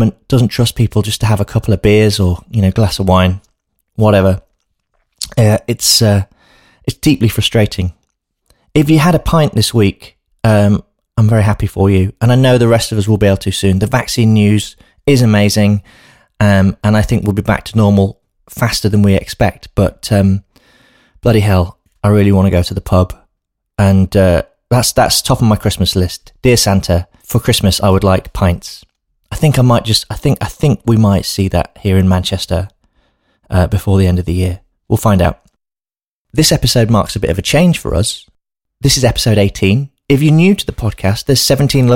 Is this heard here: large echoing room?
no